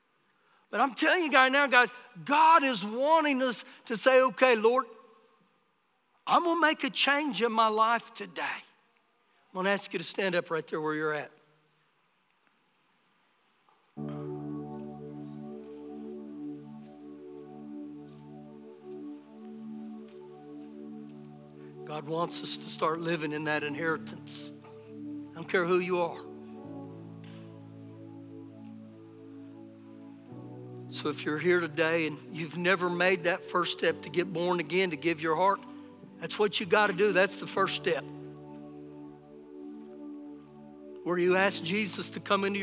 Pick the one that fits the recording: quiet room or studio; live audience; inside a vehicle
live audience